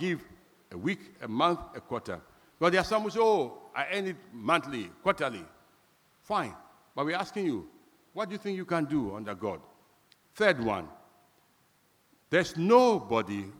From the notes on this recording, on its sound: Sermon preached at CBC Shiashie Campus